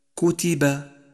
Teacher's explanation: رابعا، انتبه لإتمام الحركات عند قراءة كلمة كتب كتب، فالفم سينتقل من الضم إلى الانخفاض إلى الفتح، وهذا يرافقه حركة شفاه مناسبة